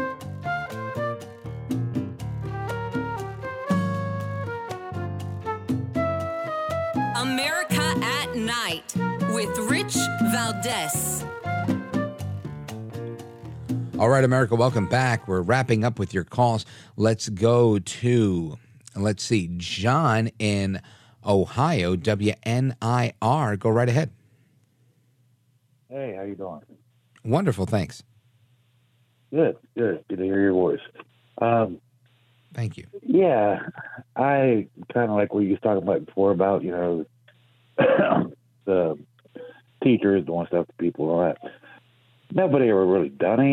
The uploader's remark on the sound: your calls in open phones across America